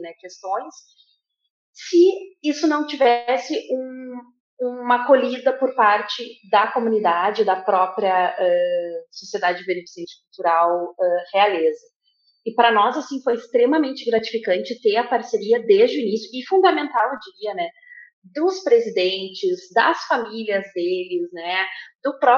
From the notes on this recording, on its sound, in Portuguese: A gravação do episódio foi realizada remotamente, podendo acarretar interferências no áudio.